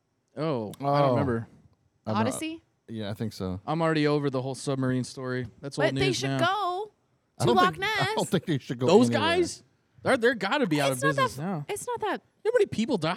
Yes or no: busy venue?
yes